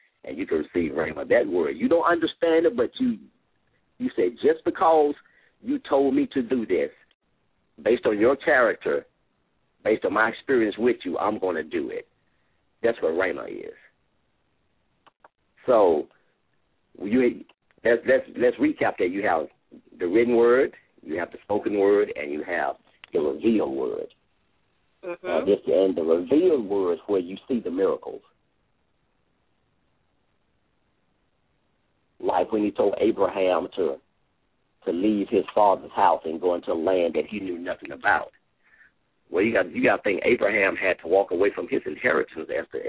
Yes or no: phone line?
yes